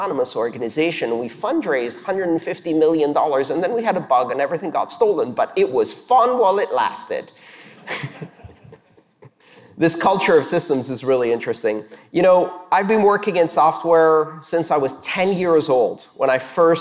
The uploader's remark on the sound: This talk was delivered on December 12th, 2019 for the La Bit Conf Latin American Bitcoin and Blockchain conference in Montevideo, Uruguay.